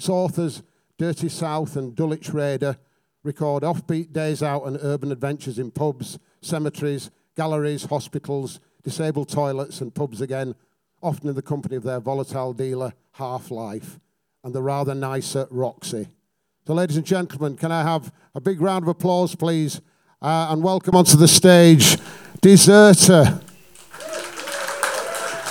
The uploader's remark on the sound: at our regular venue the Hootananny in Brixton